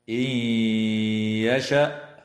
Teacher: تدغم النون الساكنة في الياء مع الغنة